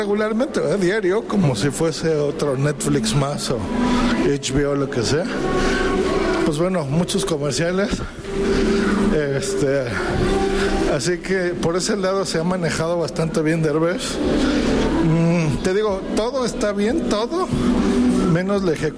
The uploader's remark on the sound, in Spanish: Desde el metro de la CDMX. Ultragain Pro MIC2200.